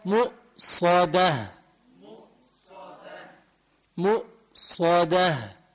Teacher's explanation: والدال بفتح تمي، يعني ما حدا يقول مؤصده يبقى ضامم تمه عند الدال، تطلع الدال مفخمة · Term: مرققة